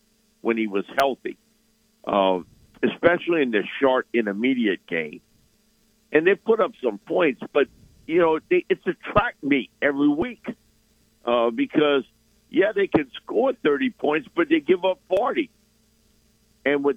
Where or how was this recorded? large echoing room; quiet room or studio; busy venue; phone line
phone line